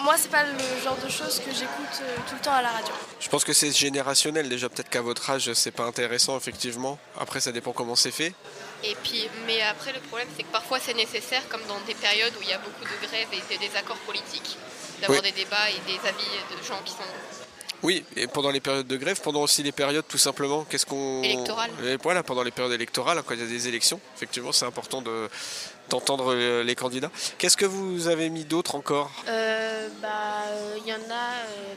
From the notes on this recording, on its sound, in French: Emission plateau en direct des Assises 2023